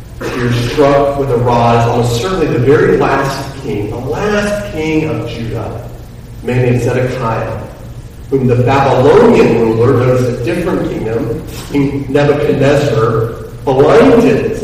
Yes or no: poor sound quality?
yes